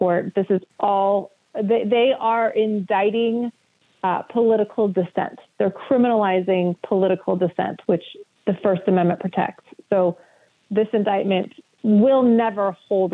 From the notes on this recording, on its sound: we take your calls in open phones across America